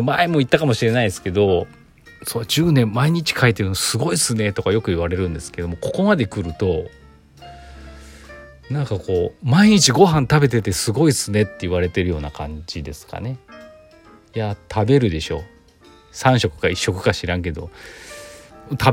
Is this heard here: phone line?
no